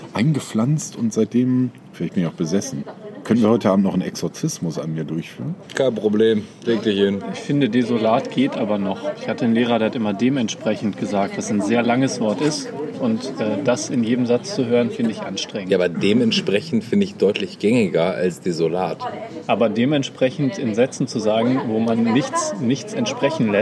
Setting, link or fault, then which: fault, background noise